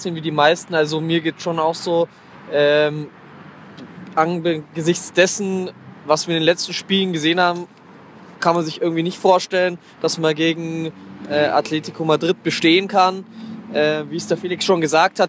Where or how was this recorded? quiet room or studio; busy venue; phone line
busy venue